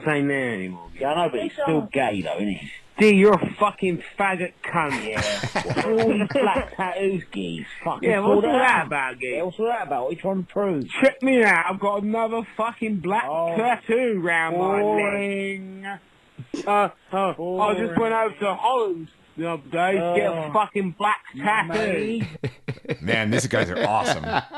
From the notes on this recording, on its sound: Phone calls.